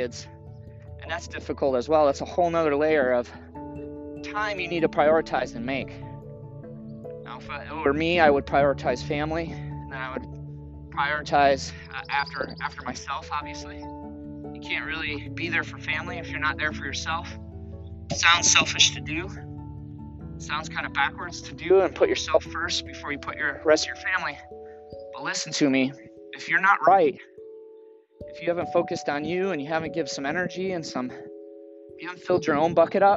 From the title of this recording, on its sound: Morning Walk and Talk